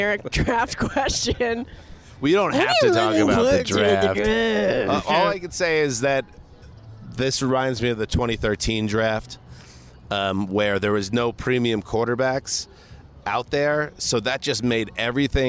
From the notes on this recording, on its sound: poolside at the Bellagio Hotel in Las Vegas